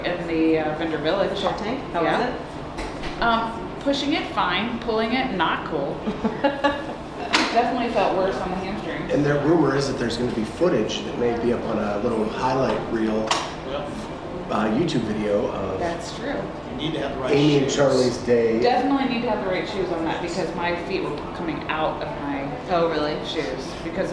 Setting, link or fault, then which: setting, busy venue